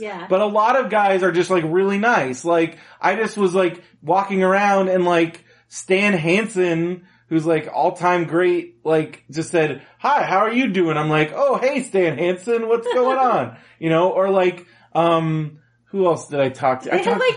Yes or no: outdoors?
no